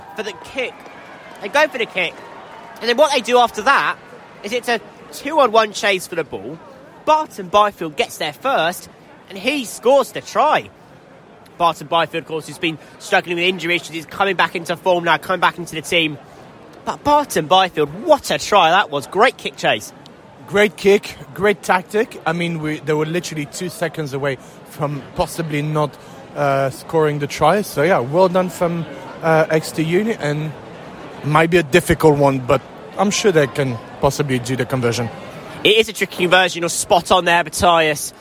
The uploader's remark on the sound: At Sandy Park for a friendly match. Live commentary from a freezing cold Sandy Park.